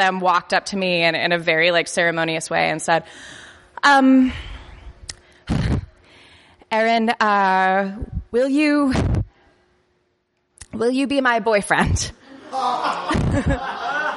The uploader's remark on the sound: Live from the Jangleheart Circus! Upstairs Gallery - the venue we used to call home - hosted an awesome comedy festival in the city, and they were kind enough to let us record an episode of our podcast there.